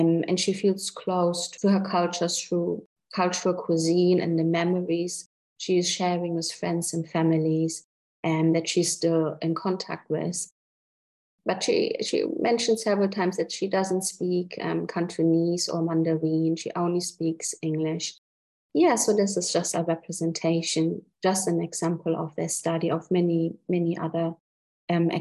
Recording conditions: video call